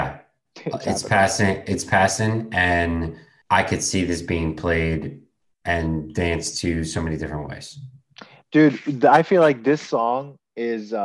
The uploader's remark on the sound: This was recorded on April 19th, 2021, on Zoom so there are some small sound discrepancies